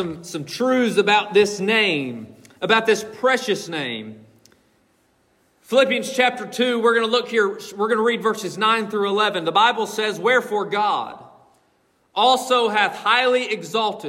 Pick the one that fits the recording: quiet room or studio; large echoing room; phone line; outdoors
large echoing room